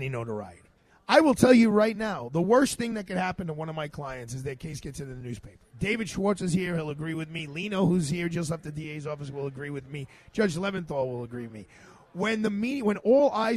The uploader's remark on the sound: LIVE from Bobby Van’s Steakhouse, 230 Park Avenue